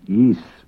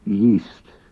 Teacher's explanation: We often drop the final T in that word · Shown in: first take · and pronounce it yeast, but it really is yeast.